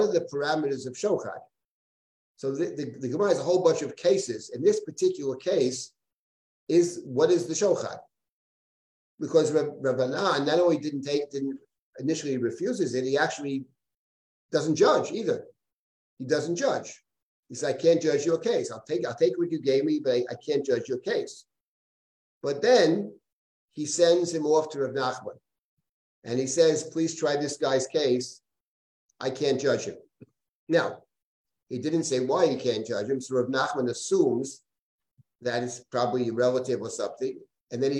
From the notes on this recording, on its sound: This audio was originally captured from Zoom